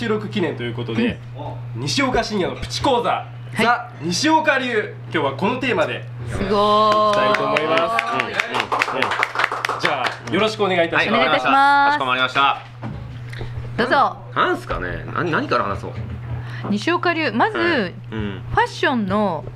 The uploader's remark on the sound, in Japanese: オーガニックワインバー喃喃 麻布十番ストアより公開収録！